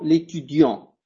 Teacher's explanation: no voy a pronunciar la T, voy a decir solo l'étudiant